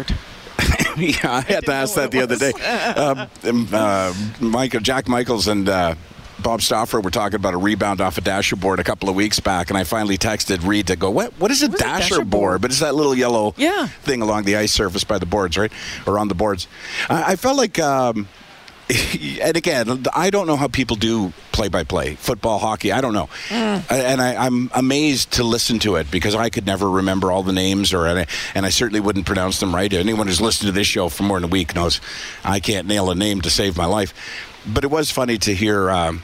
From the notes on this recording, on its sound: broadcast live from Santas Anonymous depot